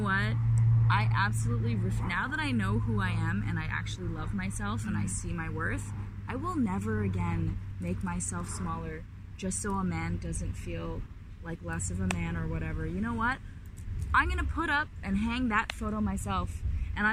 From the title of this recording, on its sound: Carcast